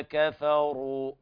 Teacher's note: الراء تفخم لأنها مضمومة